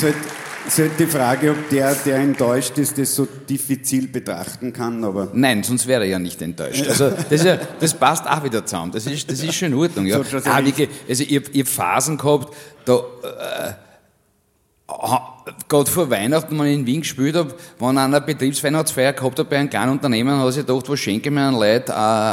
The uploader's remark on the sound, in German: Auf dem roten Stuhl LIVE SHOW